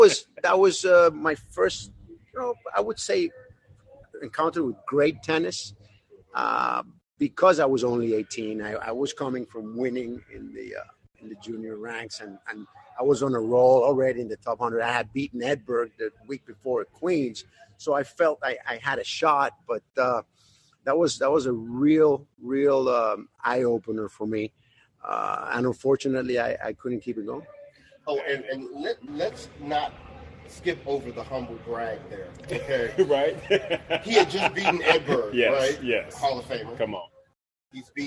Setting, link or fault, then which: setting, busy venue